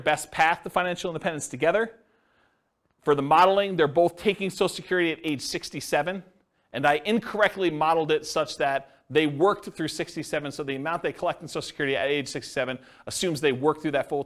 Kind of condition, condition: setting, live audience